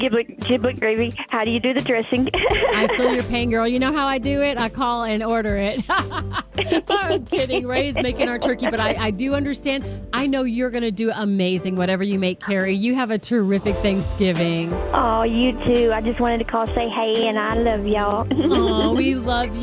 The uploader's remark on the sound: Listeners call